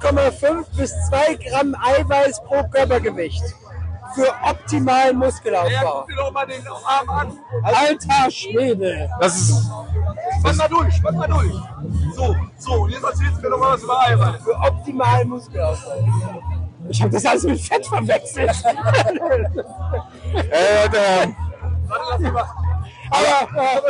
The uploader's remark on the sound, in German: (mit Audiostörung). Live vom Beach Beach Festival.